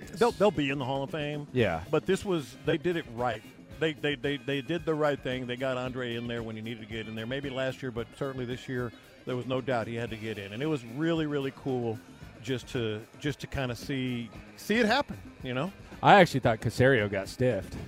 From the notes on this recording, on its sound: Last Day In Las Vegas. Live from Radio Row.